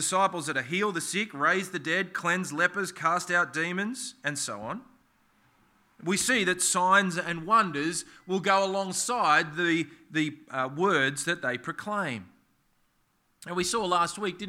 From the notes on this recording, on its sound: This sermon was preached on the 24th of September 2023 at all services of Helensburgh and Stanwell Park Anglican Church.